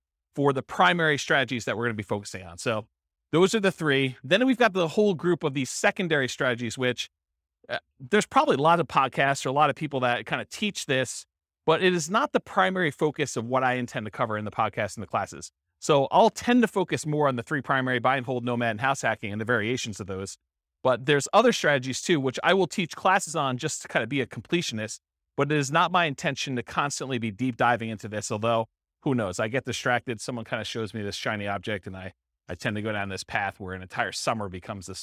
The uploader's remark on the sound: This was a live class recorded